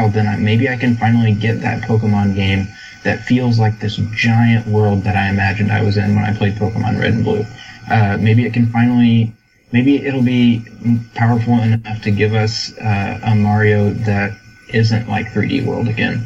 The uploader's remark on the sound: We also had a hiccup with the recording this week, so apologies if the recording quality is a bit lower than usual.